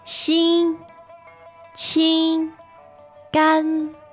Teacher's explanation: I don't want to say monotone exactly, but it is one straight tone